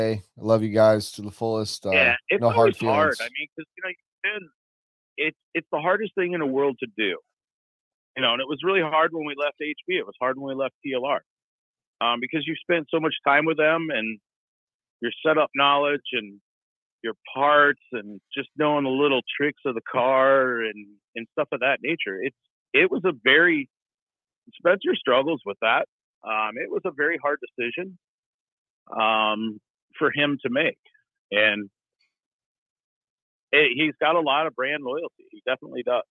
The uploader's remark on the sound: Live calls from the peanut gallery. 2x - SENNHEISER HD 206 Closed-Back Over Ear Headphones.